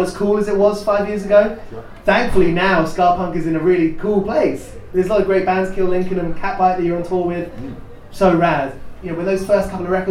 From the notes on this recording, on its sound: Live from Manchester Punk Festival